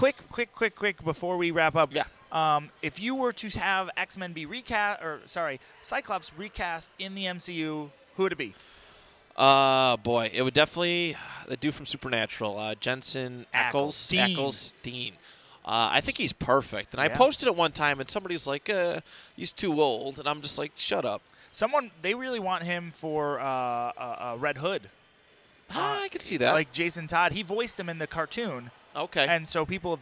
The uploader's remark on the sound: Recorded at The Podcast Precinct Redemption Fundraiser